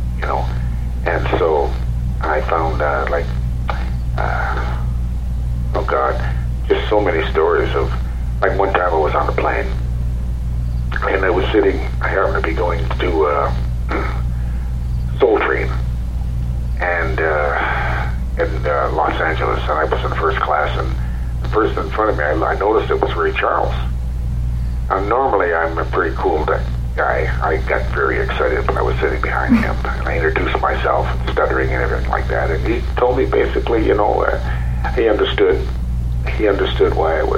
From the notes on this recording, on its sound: Joining me via phone